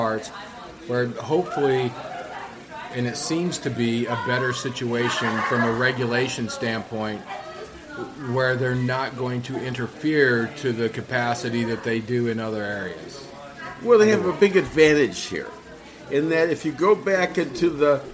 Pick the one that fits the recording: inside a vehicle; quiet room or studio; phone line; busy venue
busy venue